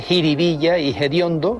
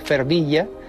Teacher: aspiran la F inicial de determinadas palabras populares. · Shown in: first take